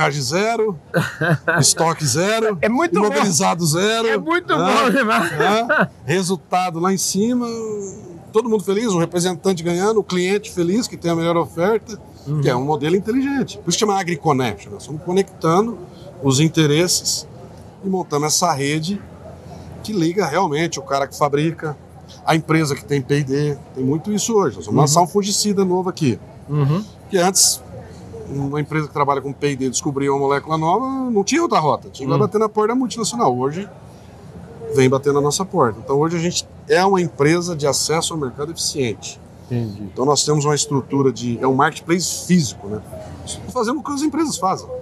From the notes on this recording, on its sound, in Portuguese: Prosa boa, gravada durante o Congresso Nacional Andav em São Paulo.